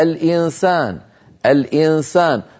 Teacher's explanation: نطقنا من النون غنتها ولكن الفم مهيئ على مخرج السين. من هنا اعتبر علماؤنا هذا العمل إخفاء، وبينا عندما درسنا أحكام تعريف الإخفاء وسأعيده الآن حتى أؤكد على هذا المعنى، أن الإخفاء عملية تشبه الإدغام وتخالفه وتشبه الإظهار وتخالفه.